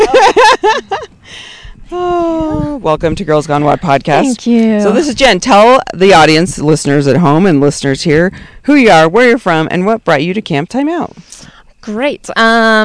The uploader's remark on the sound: Ep.272: Live At Camp Timeout. Live from our most beautiful podcast location yet – under the stars at Camp Timeout!